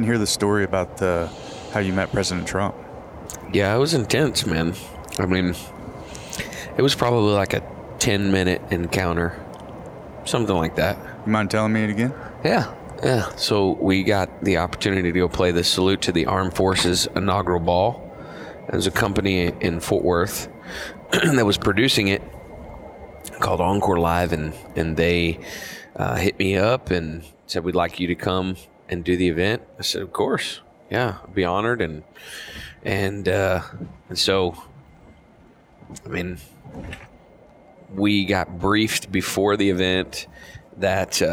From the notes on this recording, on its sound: recorded this episode on our way back from his show at Betty Rose’s in Abilene, Texas